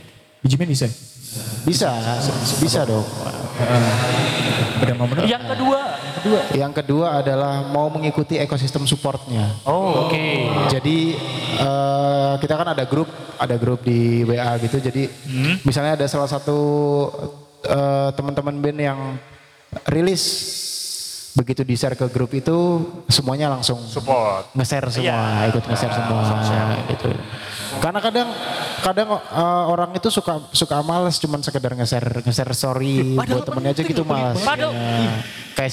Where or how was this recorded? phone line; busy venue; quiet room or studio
busy venue